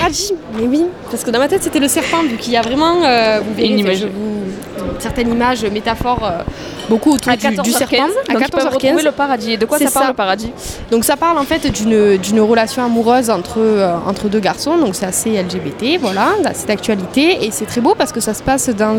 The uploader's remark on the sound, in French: 3e épisode en direct du Festival Itinérances d'Alès